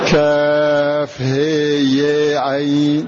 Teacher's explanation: فأبو بكر يعني شعبة والكسائي أمالوا الهاء والياء